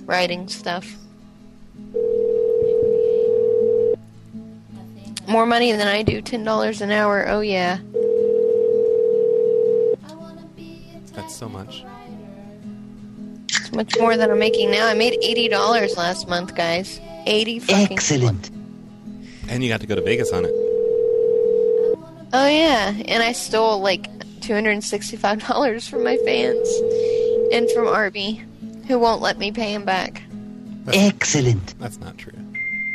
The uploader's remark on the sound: Prank Phone Calls Collection